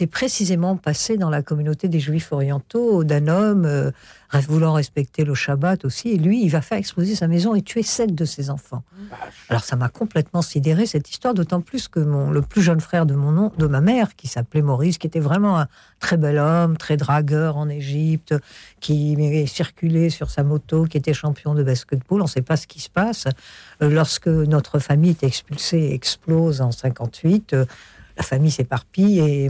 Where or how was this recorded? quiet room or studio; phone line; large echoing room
quiet room or studio